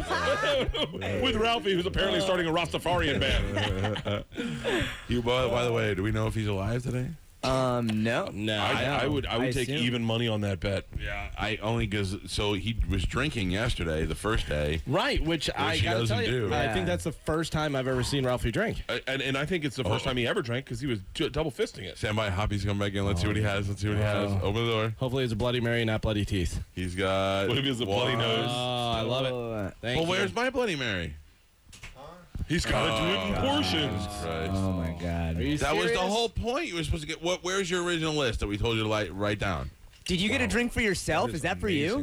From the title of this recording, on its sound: Live from the Calta Cruise Day 1